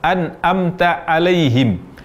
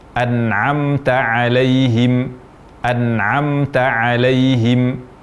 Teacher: mengucapkan huruf Ain namun berbunyi Hamzah · Shown in: first take